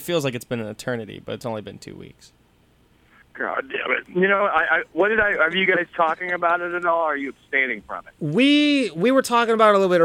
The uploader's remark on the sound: phones in another riveting interview